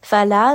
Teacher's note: Fala, this is going to be a two-count med.